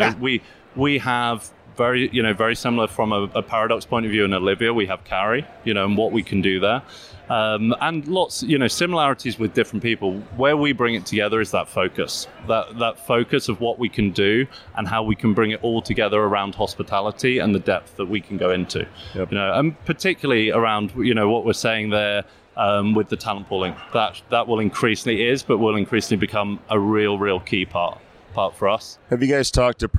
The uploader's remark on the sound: Live from UNLEASH America in Las Vegas